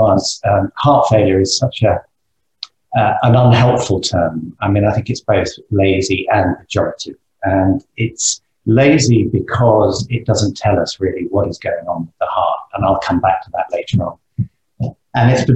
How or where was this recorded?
video call